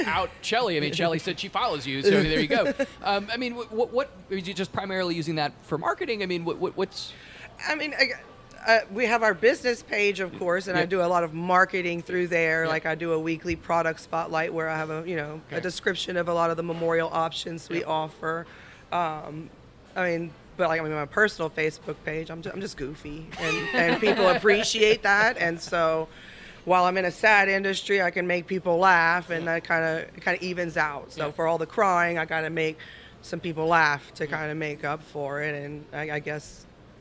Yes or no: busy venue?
yes